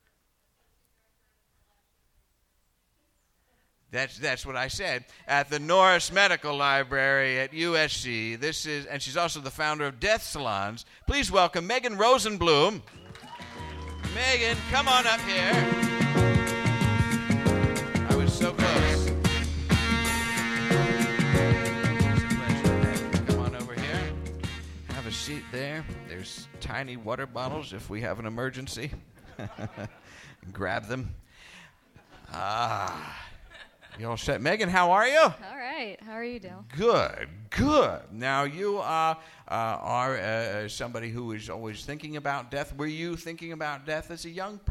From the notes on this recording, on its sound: Direct from the Hammer Museum in Los Angeles.